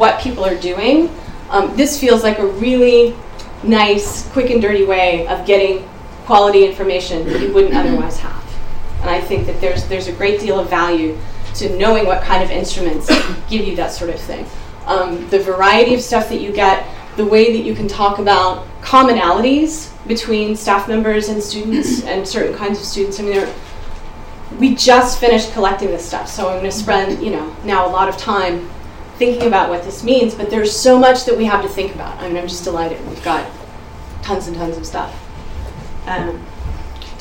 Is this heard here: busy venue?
yes